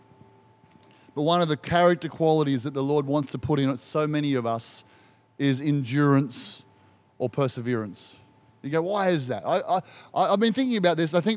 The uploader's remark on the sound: Recorded during our 9am service on Sunday, the 2nd of April 2023